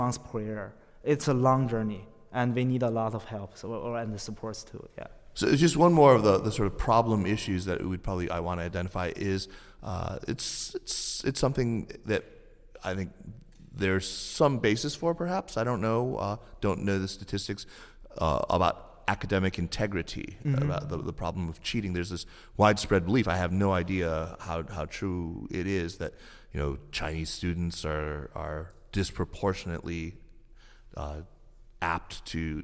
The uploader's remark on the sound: live at the Princeton US-China Global Governance Forum